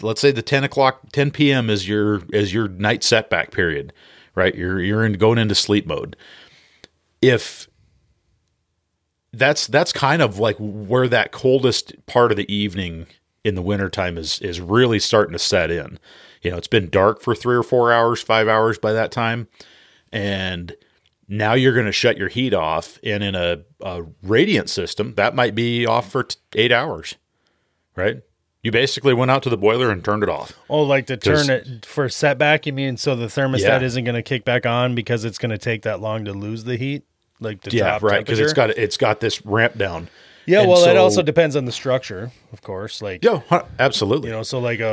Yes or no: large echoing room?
no